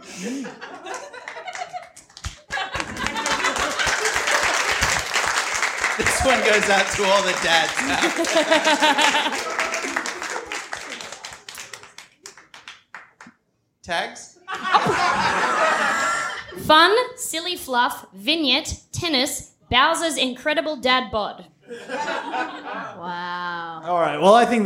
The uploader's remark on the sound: Bst LIVE at the vanguard 2020. We did a live episode!